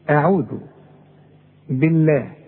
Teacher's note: لفظ الجلاله مرقق علشان الباء مكسوره